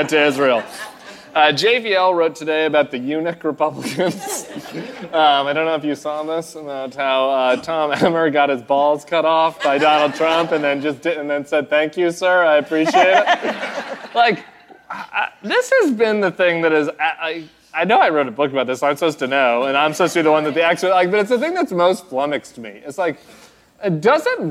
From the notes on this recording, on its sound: The Bulwark: Live from New Orleans. In The Big Easy.